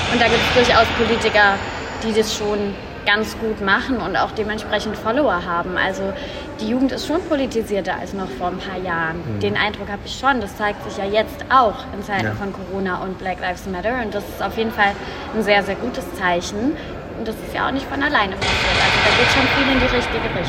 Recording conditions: phone or laptop microphone